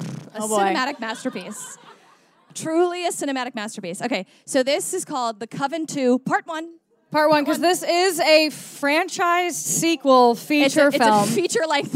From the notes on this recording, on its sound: Performed a live show at Caveat in New York City.